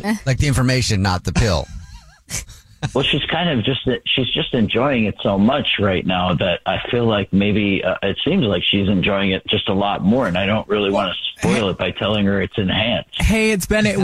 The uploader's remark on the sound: We have a listener on the phone who wants to tell us a Dirty Little Secret.